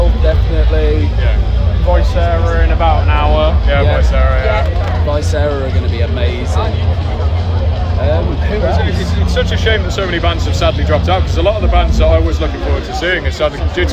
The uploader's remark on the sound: Just after their set at the festival.